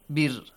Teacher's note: Light ra sound. Tarqiq. Why? Because we have a kasra yes, sound before.